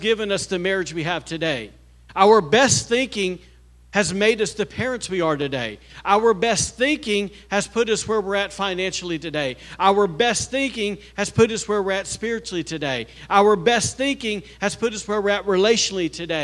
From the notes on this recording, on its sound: was recorded on Sunday, October 29th, 2023, during service at The Anchor Church in Rockport, Maine.